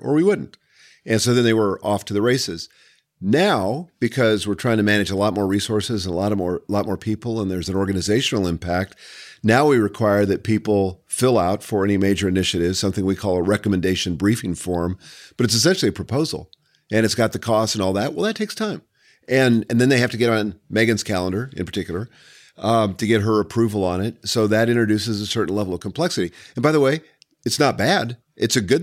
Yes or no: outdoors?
no